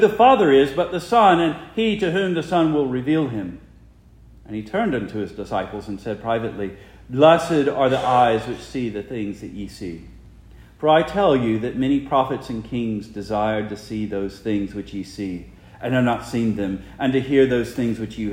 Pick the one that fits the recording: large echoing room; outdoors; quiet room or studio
large echoing room